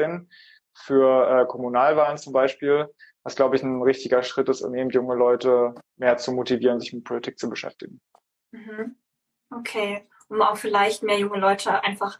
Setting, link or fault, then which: link, video call